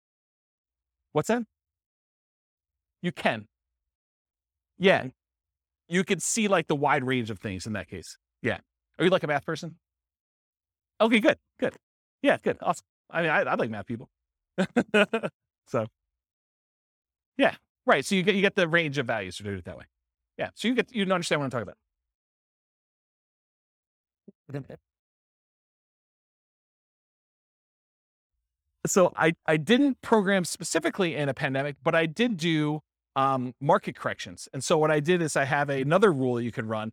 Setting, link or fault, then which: setting, live audience